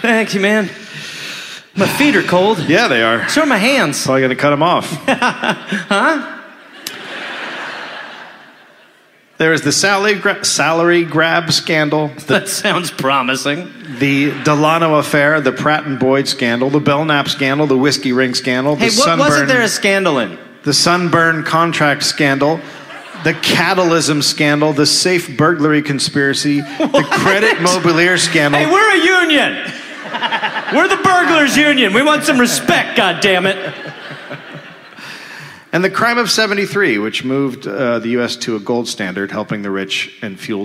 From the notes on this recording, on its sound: (Live). Live at the Lincoln Theater in Washington DC.